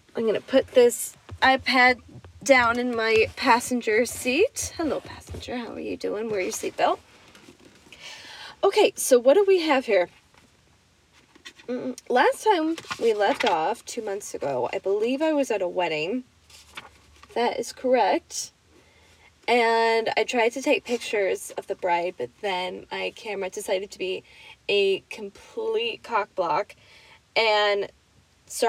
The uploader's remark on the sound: Reading to you from my car because we are all working from home and I need a nice place to yell my stories through my microphone!